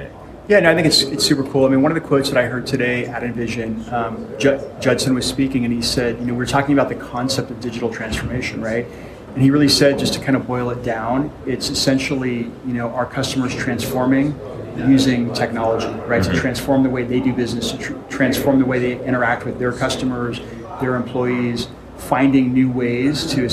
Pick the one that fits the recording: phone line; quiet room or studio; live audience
live audience